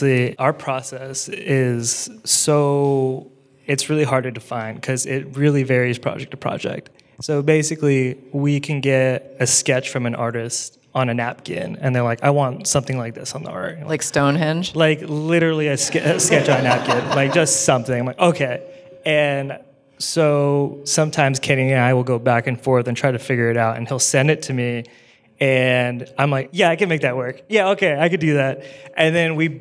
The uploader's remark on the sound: LIVE in Portland. We brought together graphic designers and music people for a panel at Design Week Portland.